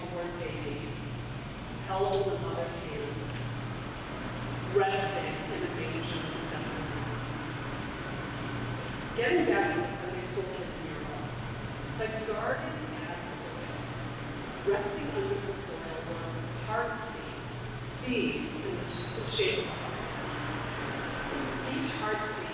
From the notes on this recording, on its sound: Technical difficulties with the church audio system prevented a clear recording.